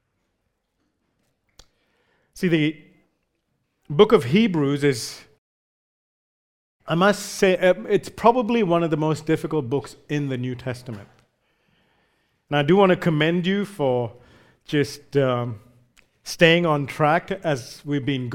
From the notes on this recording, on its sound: recorded live at Grace Community Bible Church